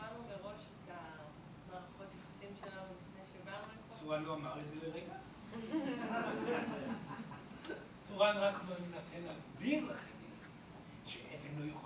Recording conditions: live audience